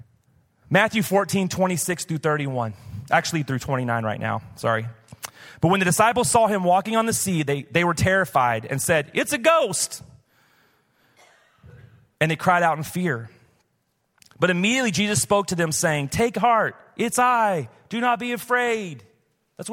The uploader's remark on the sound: Recorded live at Hope Church in Springfield, Mo.